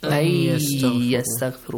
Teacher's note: the noon is merged with the next letter · Term: idgham